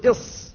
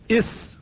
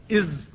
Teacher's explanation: إذا ضغطت ضغطا شديدا خرجت الصاد، وضغطا متوسطا تخرج السين، وضغطا خفيفا تخرج الزاي · Term: حروف الصفير